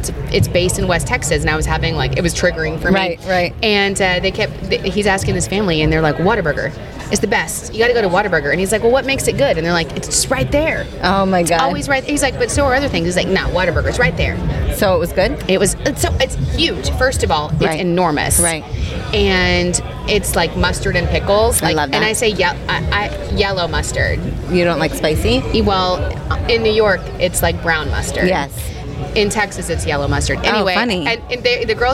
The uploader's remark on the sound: On Location at the Bethpage Air Show at Jones Beach